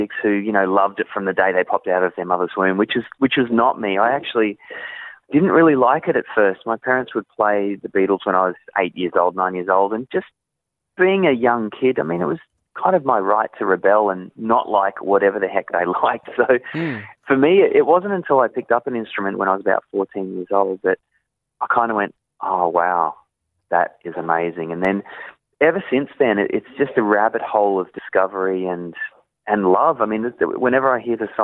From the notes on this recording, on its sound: jumped on the phone for a chat